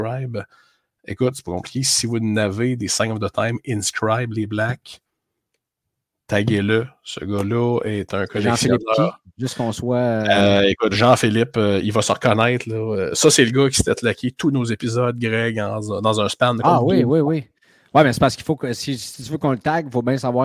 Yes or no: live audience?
no